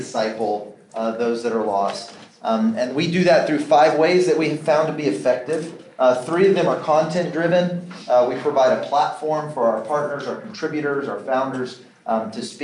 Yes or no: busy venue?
yes